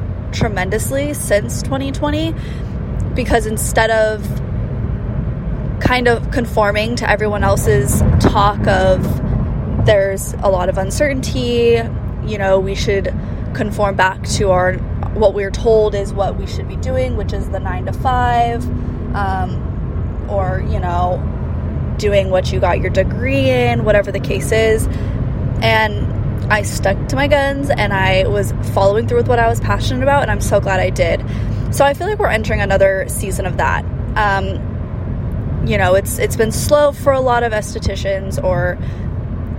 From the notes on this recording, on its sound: This episode was recorded on my drive to our San Diego Location so I apologize in advance for the quality not being the best